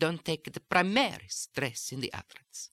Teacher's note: I was stressing the word primary, and I was implying primary as opposed to secondary.